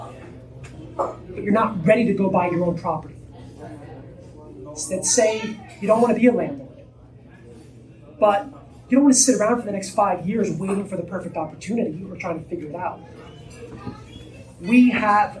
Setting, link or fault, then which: setting, live audience